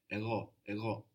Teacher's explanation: It's like a soft G which hangs around in the throat.